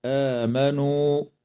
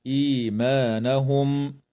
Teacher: تمد الألف بعد الهمزة من كلمة آمنوا، وكذا الياء من كلمة إيمانهم من قبيل مد البدل بمقدار حركتين